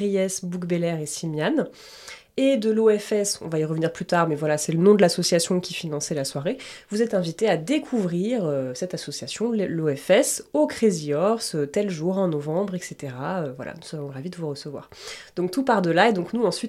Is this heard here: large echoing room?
no